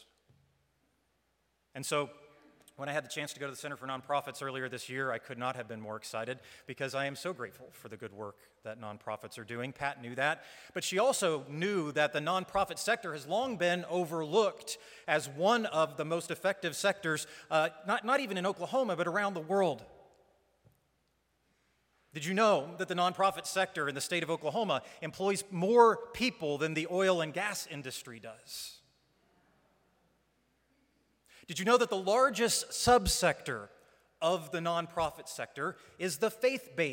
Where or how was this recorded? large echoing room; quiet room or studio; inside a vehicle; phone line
large echoing room